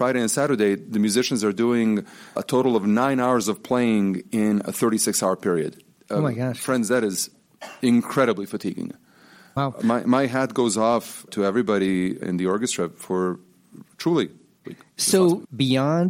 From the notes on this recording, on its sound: We continue our week of episodes recorded in front of an audience at The Overlook Live.